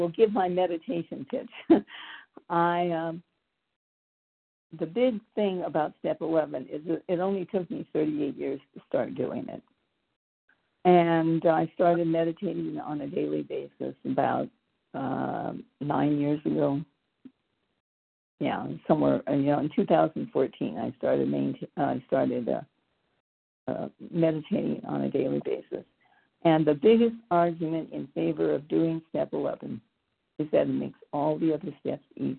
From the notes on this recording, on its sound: the 100 Pounders Phone Meeting, 9/23/23